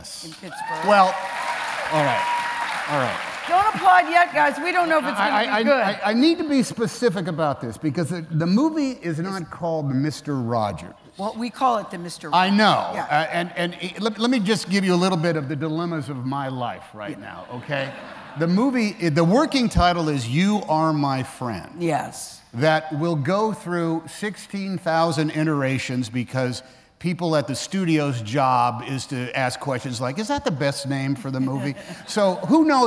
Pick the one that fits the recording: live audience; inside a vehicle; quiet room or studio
live audience